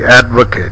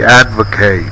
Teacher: Say advocate with a stressed bat vowel and follow with a first vowel and about and bit vowel. Say advocate with bat vowel, the first vowel of about and bait vowel. · Shown in: second take